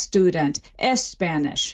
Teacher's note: the SP and the ST clusters cannot happen word initially in Spanish. And so what they do is something similar to the strategy that an English speaker trying to speak Swahili would, and they stick a vowel beforehand. So they're like student, Spanish.